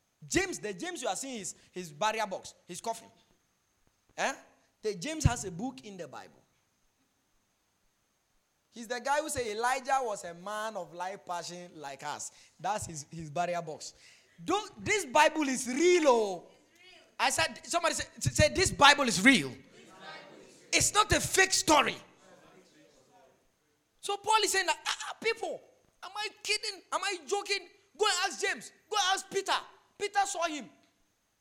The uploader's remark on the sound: Preached during the Jesus Festival 2021